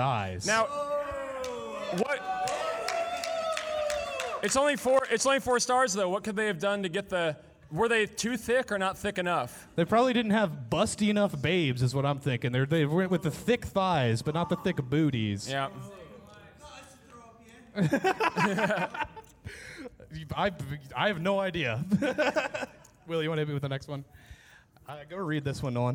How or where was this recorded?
live audience